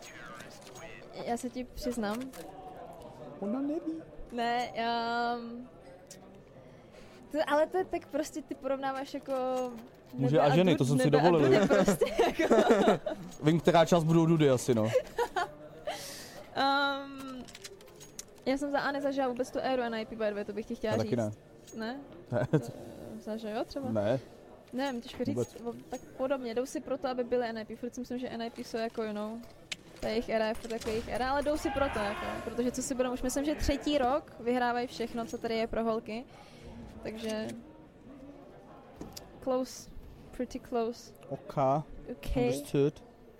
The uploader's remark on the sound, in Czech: Na RETAKE festivalu jsme živě rozebrali